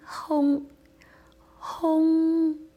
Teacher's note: 粤语是轰，是一个气音。